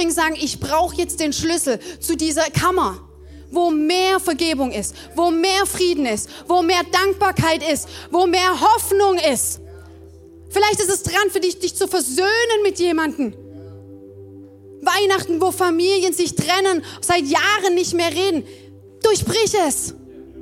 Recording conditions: large echoing room